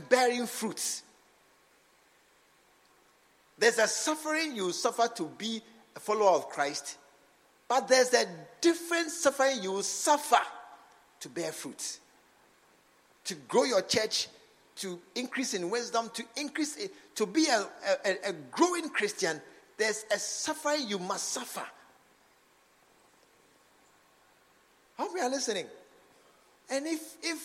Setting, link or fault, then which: setting, large echoing room